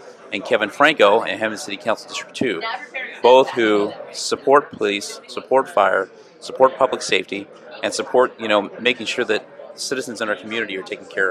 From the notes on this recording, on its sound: on location at the IAFF 10th District PEP event in San Francisco